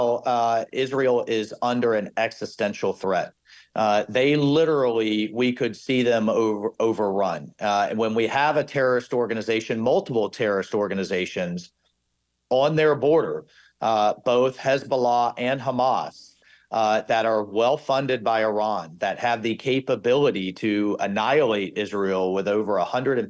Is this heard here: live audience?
no